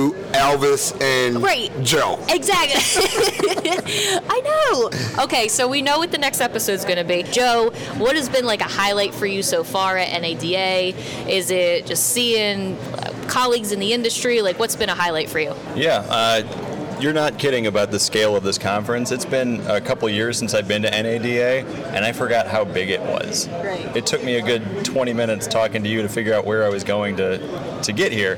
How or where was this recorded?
busy venue